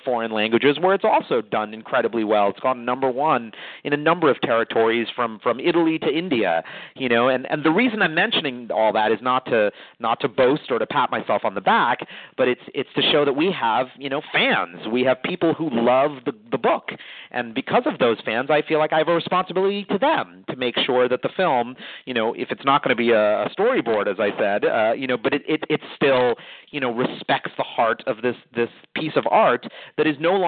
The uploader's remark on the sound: Call in Question and Answer Session